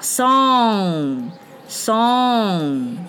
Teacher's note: N G 发嗯，是后鼻音